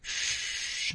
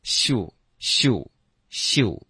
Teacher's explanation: 我们发 sh 的时候呢，应该是撅嘴的发，OK，所以嘴唇会撅一点 · Shown in: first take · Term: 撅嘴的嘘